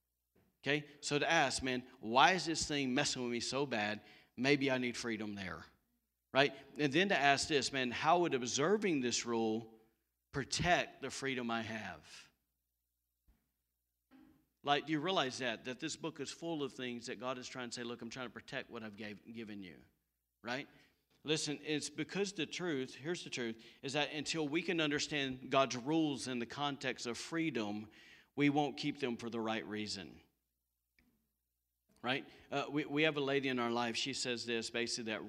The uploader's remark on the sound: recorded on Sunday, October 11, 2020, during service at The Anchor Church in Rockport, Maine